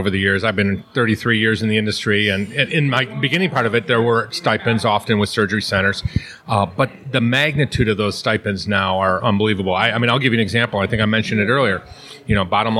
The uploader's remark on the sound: Live from the NJAASC Quarterly Meeting